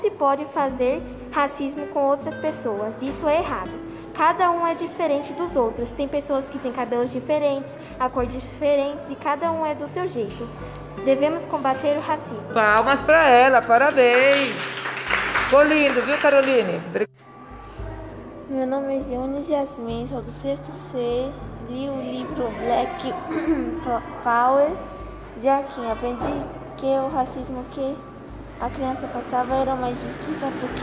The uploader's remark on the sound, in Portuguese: SALA DE LEITURA. CEU EMEF JOSÉ REZENDE. ESSE PODCAST FOI GRAVADO DURANTE AS AULAS NA SALA DE LEITURA E NA SALA REGULAR DE AULA.